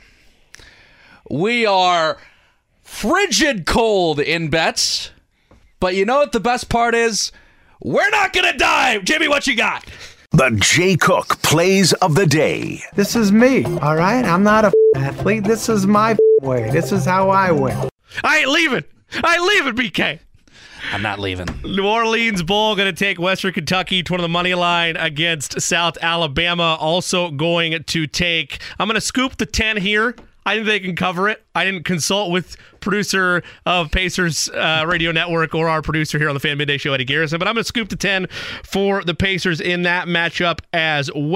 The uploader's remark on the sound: Open the phone lines to hear what Colts fans think of the move from Matt Ryan to Nick Foles.